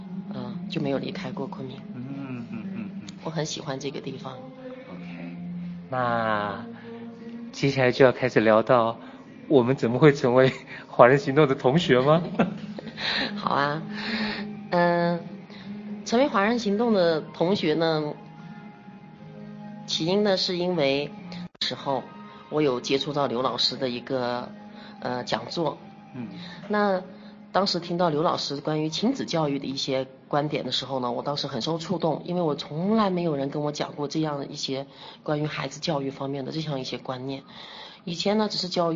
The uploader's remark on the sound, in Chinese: 因為是在咖啡廳錄製的關係，所以還會聽到咖啡機。錄製地點 中國雲南省昆明巿。又帶我去了一家名為『當年情』的…主題咖啡館。